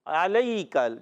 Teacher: علی کا عین حلق کے درمیان والے حصے سے ادا ہوتا ہے